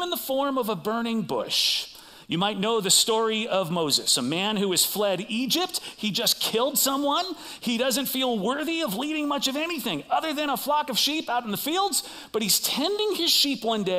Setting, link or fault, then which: setting, large echoing room